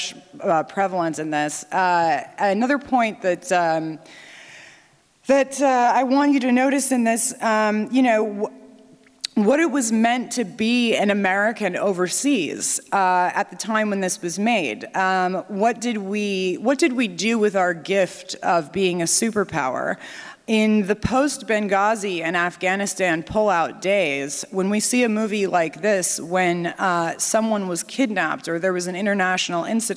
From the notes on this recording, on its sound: NatCon 3 Miami. Remarks at the Miami National Conservatism Conference on September 12, 2022. Following the screening of "The Wind and the Lion".